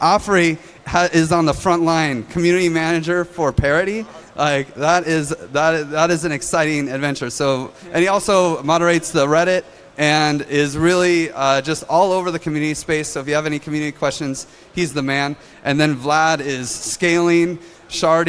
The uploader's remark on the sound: 34C3-chaoswest. They are congregating on the Chaos West Stage.